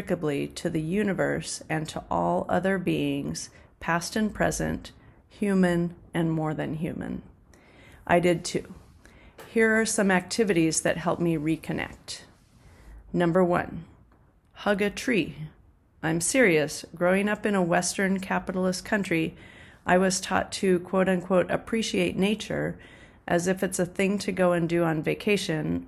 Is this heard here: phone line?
no